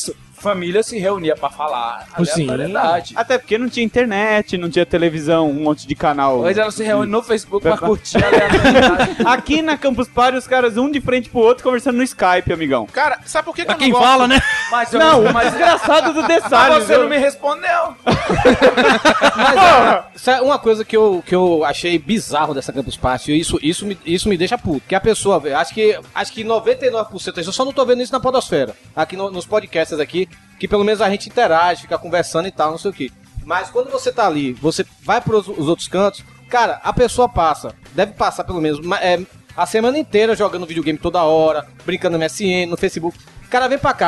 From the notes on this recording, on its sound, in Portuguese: Este episódio foi gravado AO VIVO direto do #CUBOGEEK na Campus Party 2012, evento que ocorreu no início de fevereiro em São Paulo!